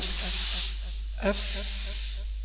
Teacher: تلاقي أطراف الثنايا العليا في بطن الشفة السفلى · المخرج الخامس عشر بطن الشفة السفلى مع أطراف الثنايا العليا يخرج منه الفاء